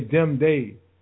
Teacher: But sometimes the T, TH, sound like a D sound